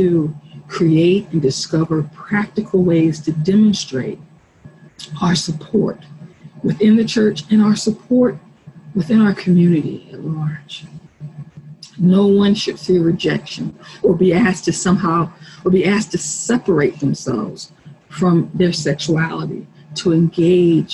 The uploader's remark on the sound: Our zoom streamed service